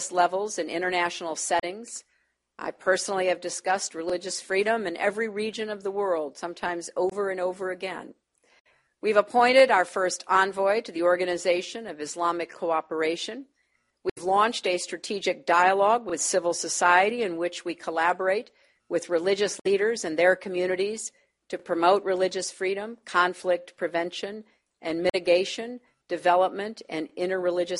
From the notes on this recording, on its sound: delivered remarks at Carnegie